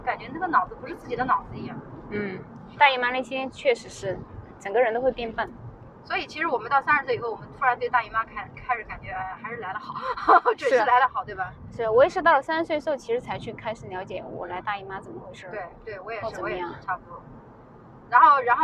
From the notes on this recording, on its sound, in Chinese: 这期是边开车边闲聊，音质稍微有点一般，见谅